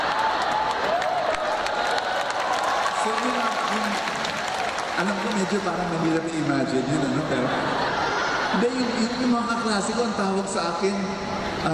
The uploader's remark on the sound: This talk was recorded from Rizal Grand Feast 2016